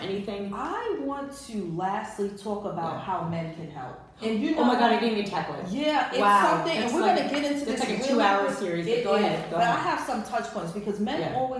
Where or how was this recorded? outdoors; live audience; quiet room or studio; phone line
live audience